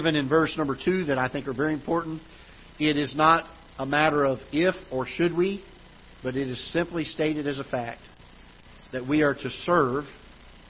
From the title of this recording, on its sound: Ketha Heights Baptist Church ~ Live Broadcast